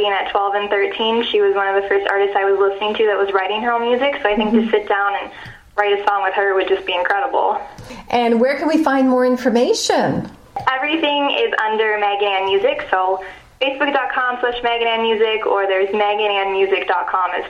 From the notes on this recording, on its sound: Via phone. This was her first performance in Wasaga Beach.